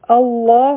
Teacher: نو هم دا وجه ده چې کله موږ الله وایو نو چونکې دلته کې په الف باندې فتحه یعنی زور لګي نو بیا دا لام غټ ویلی کیږي